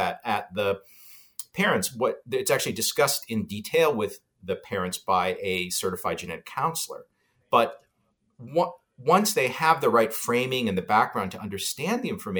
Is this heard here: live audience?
no